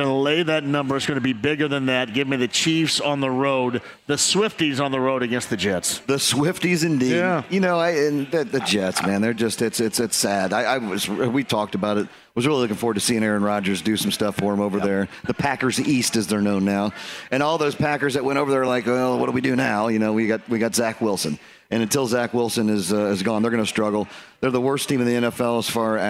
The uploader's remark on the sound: Live From Ale Emporium! Kicks off the show from Ale Emporium in Castelton.